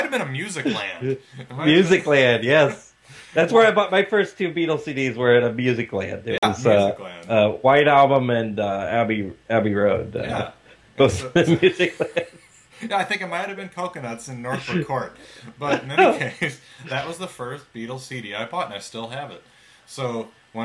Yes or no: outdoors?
no